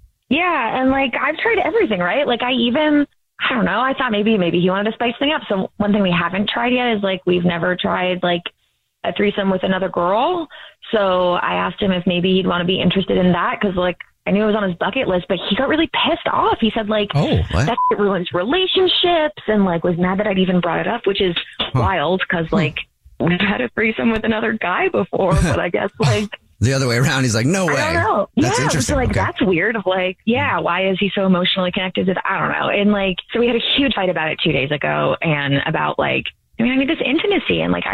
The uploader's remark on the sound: is on the phone today